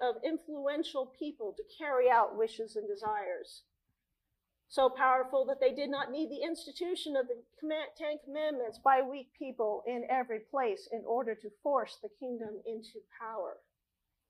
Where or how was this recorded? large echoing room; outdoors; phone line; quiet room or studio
large echoing room